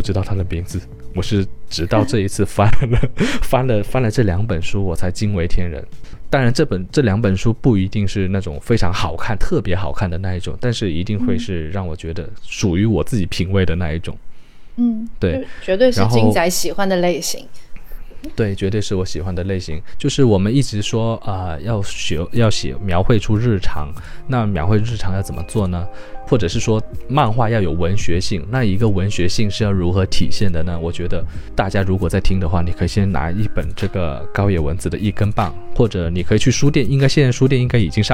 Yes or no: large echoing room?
no